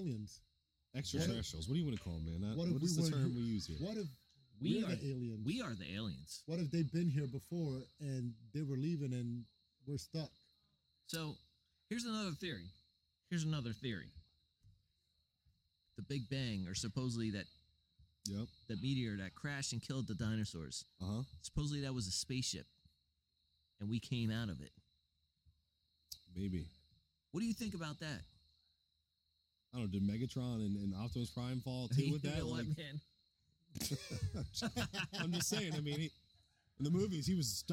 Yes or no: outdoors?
yes